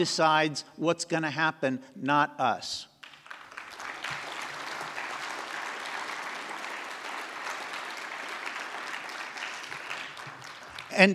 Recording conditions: live audience